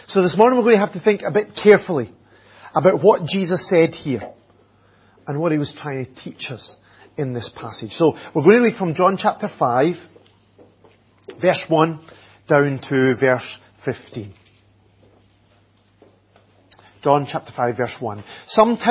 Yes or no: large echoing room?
yes